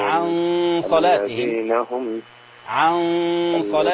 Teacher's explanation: عن صلاتهم يوجد فيها إخفاء غنى مقدار حركتين